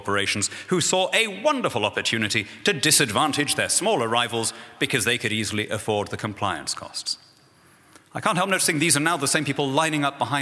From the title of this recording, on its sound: speaks at Acton’s 2014 Anniversary Dinner